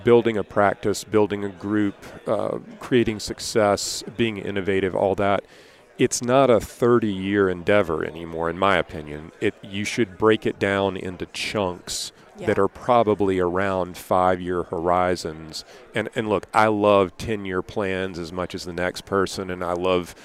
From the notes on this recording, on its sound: at the Voices of Dentistry Conference